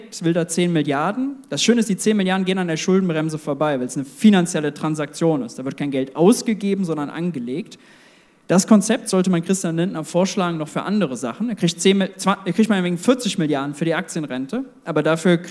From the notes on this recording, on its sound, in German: Dazu gab es viele Zuschauerfragen! Das Live-Event war mit über 200 Gästen ausverkauft.